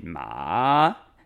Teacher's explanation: it goes down and then up. So it'd be ma. It's kind of deeper. · Term: third tone